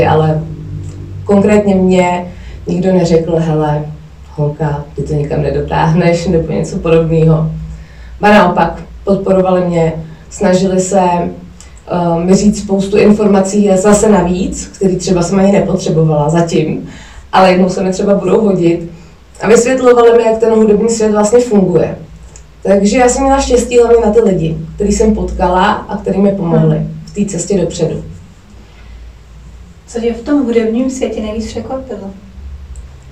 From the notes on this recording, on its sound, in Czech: Omlouvám se za sníženou zvukovou kvalitu, při nahrávání se vyskytly technické potíže.